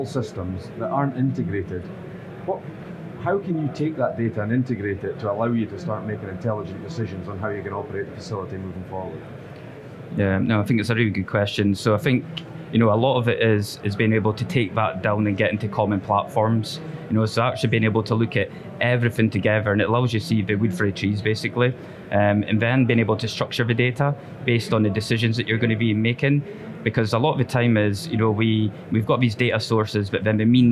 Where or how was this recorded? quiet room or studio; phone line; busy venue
busy venue